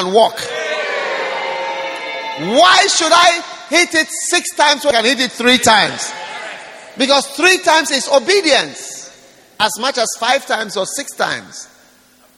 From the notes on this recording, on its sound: Preached at the dedication of The Rock Cathedral, Shepherd House International, Jamaica.